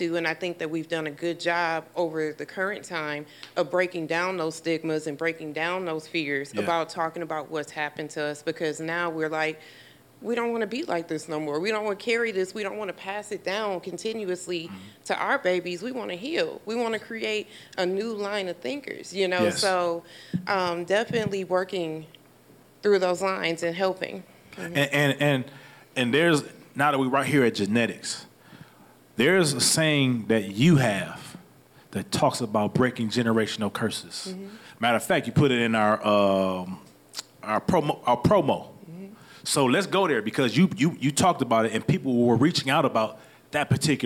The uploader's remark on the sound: This episode was recorded live. Amplifier is filmed and recorded in front of a live audience at the Radio Milwaukee studios in Milwaukee, Wisconsin.